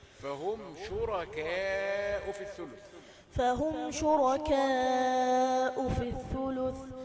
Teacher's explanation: يظل الألف رقيقا لأنه امتداد لحرف رقيق